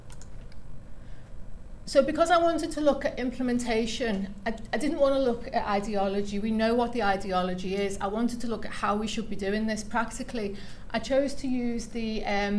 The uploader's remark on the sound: The Northern Mental Health Nursing Qualitative Research Forum meets three times a year. The following session was recorded at their fourth event on Friday 17 November 2023.